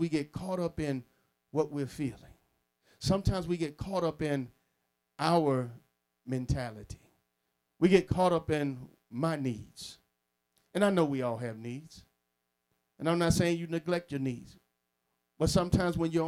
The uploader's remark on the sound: Sermon preached from Wesley AME Zion Church